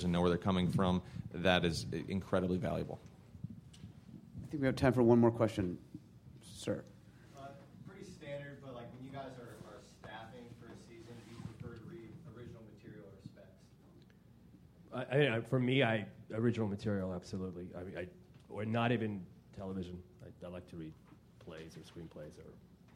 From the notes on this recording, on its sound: Showrunners and Creators panel from ATX Television Festival.